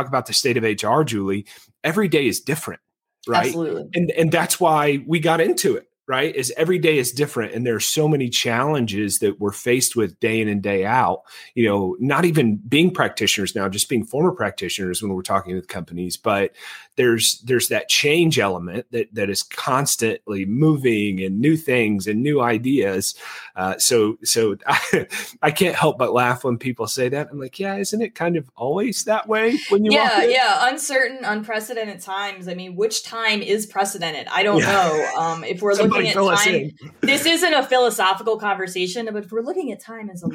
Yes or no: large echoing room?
no